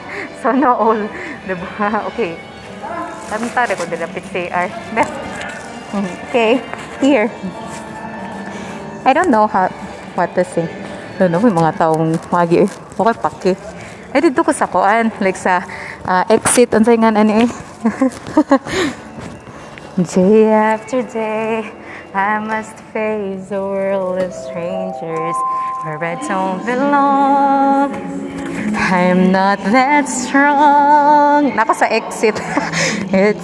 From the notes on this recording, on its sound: Recorded this while walking in Ayala Central Bloc.